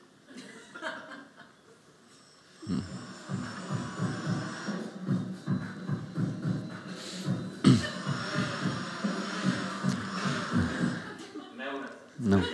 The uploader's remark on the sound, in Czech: Science Café v prostorách společnosti Etnetera, hlavního partnera SC. Do dvou částí jsme proto rozdělili i zvukový záznam tohoto Science Café.